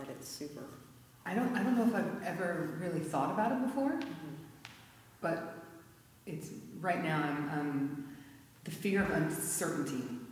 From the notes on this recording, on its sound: the recording of the monthly Women's Circle live gathering